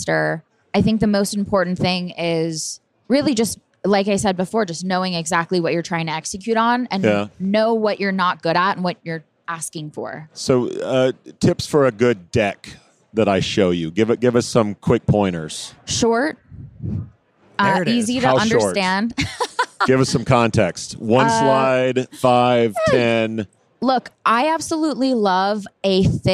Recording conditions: busy venue